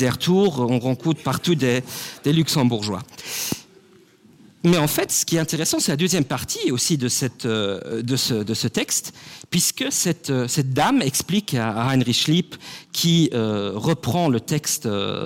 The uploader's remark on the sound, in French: Conférence du 9 juin. Dans le cadre de l'exposition temporaire "Le passé colonial du Luxembourg". Au MNHA. Enregistrement: [MNHA].